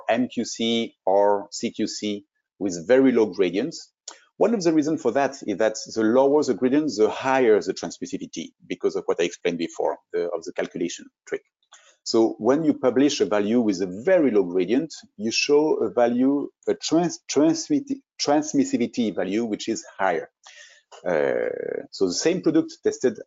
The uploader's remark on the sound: This is an audio version of the FGI webinar.